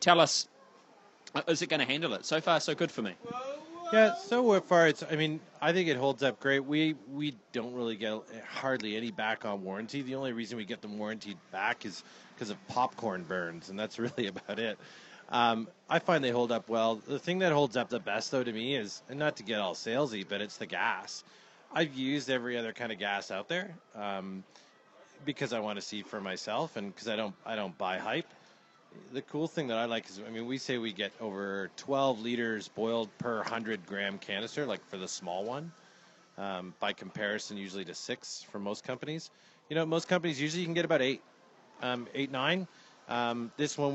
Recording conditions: busy venue